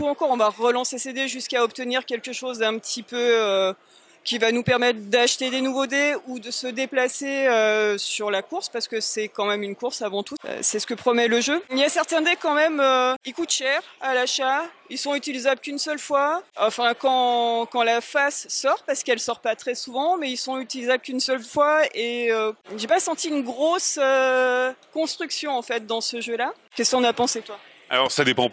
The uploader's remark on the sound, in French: Nous sommes au Festival Professionnel des Jeux de Vichy 2022.